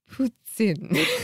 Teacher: the ending ten is like the metal, and the poo sound is a bit more abbreviated